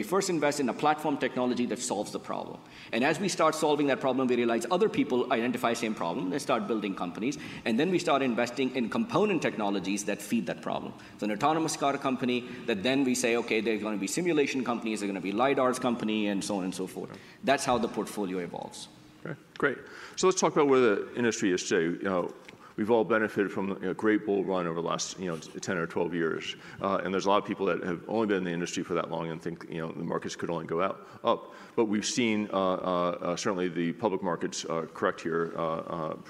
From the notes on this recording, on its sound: Recorded at an event held in May